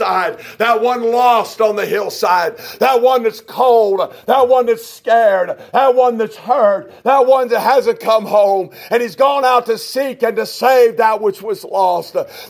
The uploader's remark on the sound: a message preached at Shippensburg Independent Baptist Church in July of 2021